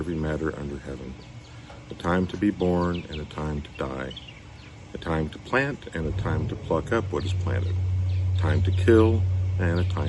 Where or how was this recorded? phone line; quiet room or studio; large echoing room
large echoing room